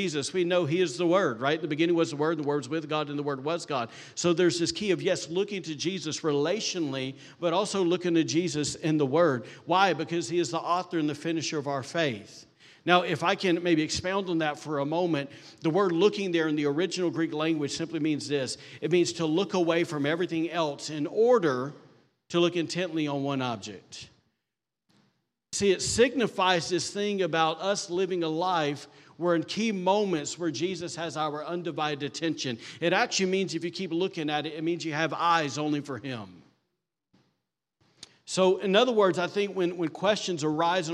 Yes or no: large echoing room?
yes